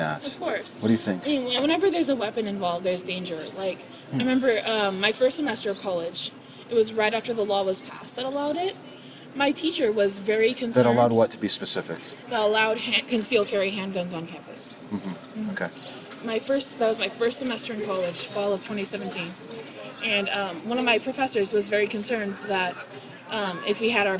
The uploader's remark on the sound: Location: San Antonio, Texas. Recorded w/Go-Pro.